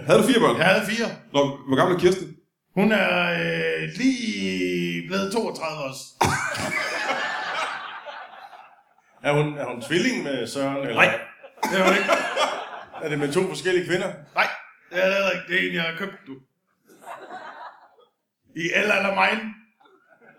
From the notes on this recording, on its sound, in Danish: LIVE fra Aalborg.